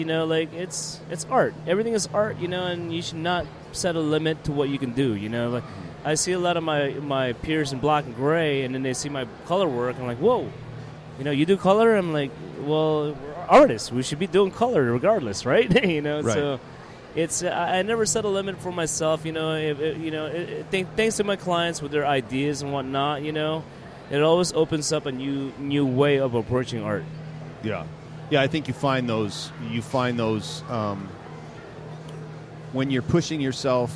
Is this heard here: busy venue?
yes